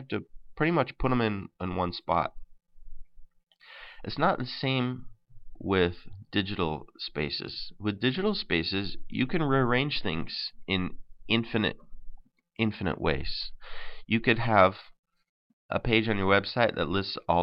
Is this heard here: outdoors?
no